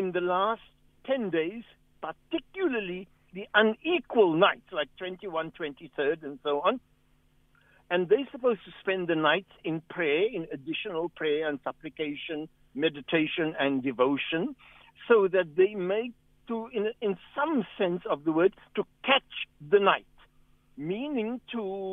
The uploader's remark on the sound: Guest on the phone